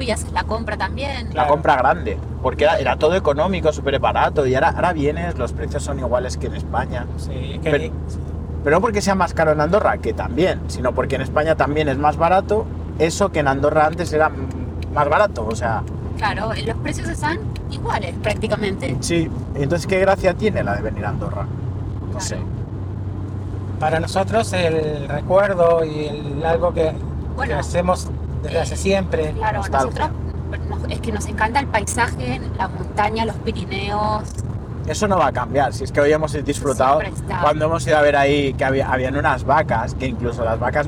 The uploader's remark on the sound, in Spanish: Lo primero de todo es pedir disculpas por la calidad del audio, este episodio ha sido grabado durante un viaje a Andorra y en el acto durante el trayecto en coche, sin ninguna preparación. Una charla espontánea entre amigos.